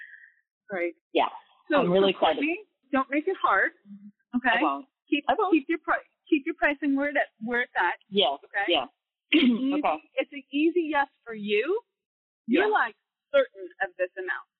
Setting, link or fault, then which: fault, poor sound quality